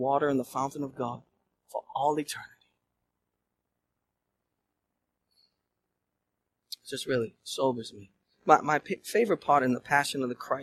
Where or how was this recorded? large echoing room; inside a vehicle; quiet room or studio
large echoing room